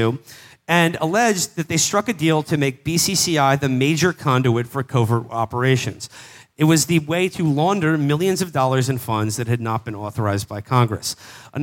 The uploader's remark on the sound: Best of Texas Live. Live from Dallas and Houston.